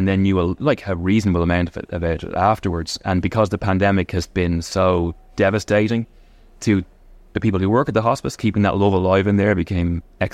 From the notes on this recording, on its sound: in Bewley’s on Grafton Street supporting Bewley’s Big Coffee Morning Social for Hospice